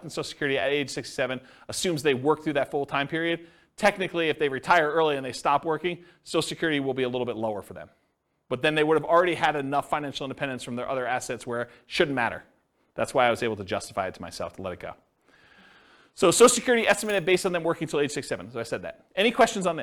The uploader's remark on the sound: This was a live class recorded.